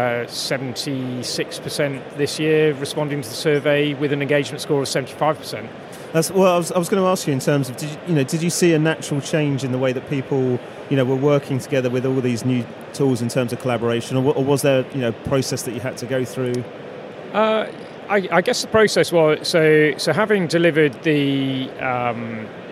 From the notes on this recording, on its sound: The first of three special episodes recorded in partnership with Microsoft from their Future Decoded event in ExCeL, London.